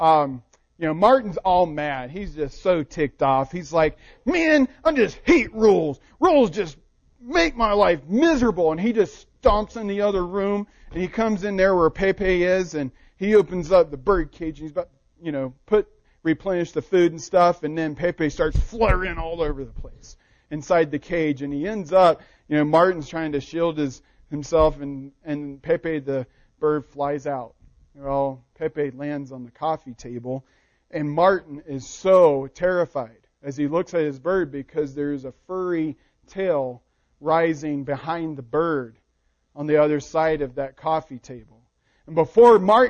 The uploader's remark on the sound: Recording of the sermon